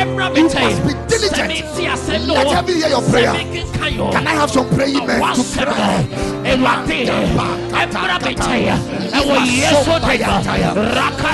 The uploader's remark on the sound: Preached at the Ekklesia Chapel.